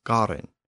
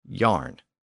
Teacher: the Germanic languages have retained a hard G sound, where English and Frisian have developed a Y sound